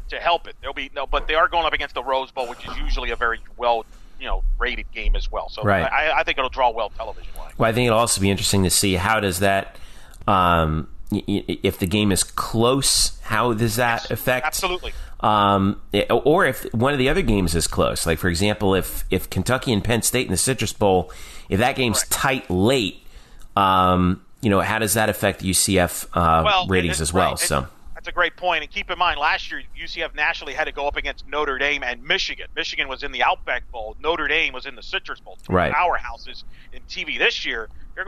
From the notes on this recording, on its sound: Joins via phone in transit to Phoenix.